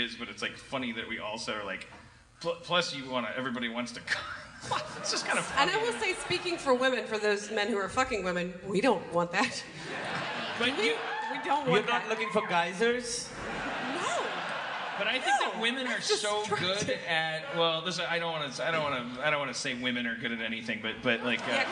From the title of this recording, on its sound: Live At JFL Toronto 2016